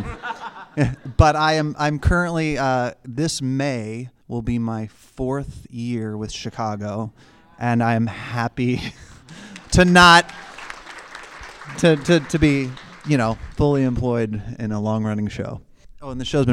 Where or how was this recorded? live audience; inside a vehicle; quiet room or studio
live audience